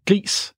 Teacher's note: et ord, som på rigsdansk, eller hvad man siger, hedder gris, med en lang vokal med stød, det der i, det er gris.